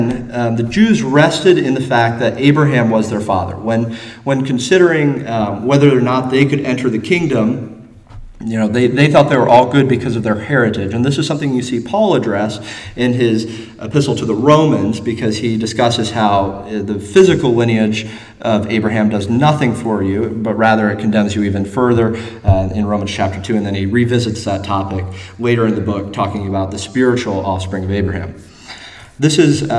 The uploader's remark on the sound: Though originally taught in Koinonia, the same address was delivered in sermon form to the congregation at Landmark.